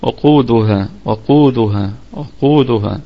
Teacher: القاف في الدرجه الثالثه من درجات التفخيم، وفيها مد طبيعي وصلا وقفا لانها في وسط الكلام.